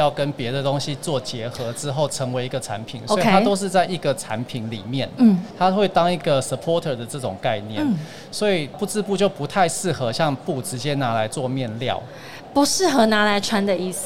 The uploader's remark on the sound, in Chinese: 2021 Medical TW特別企劃 Live Podcast